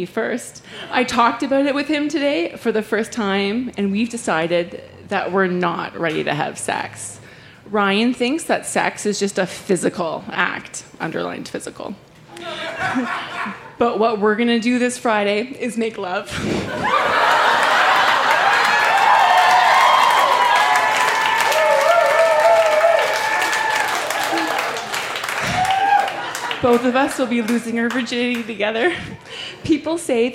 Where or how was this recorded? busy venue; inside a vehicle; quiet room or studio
busy venue